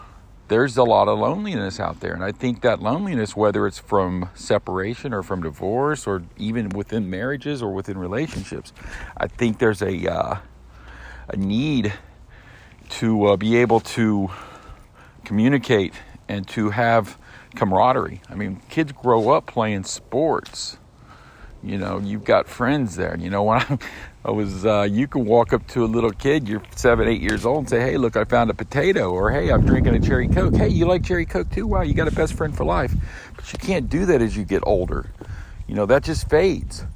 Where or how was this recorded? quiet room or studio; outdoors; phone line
outdoors